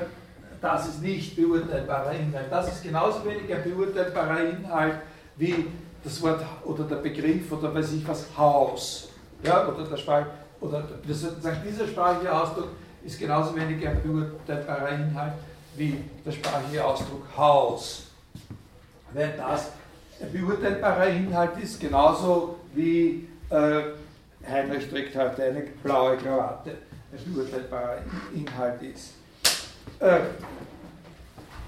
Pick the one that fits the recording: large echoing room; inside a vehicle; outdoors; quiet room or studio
large echoing room